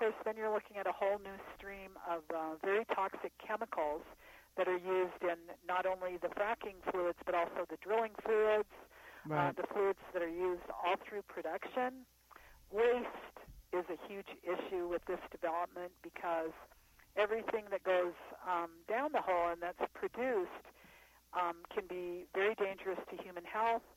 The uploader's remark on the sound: was on the phone calling in from Clark, Wyoming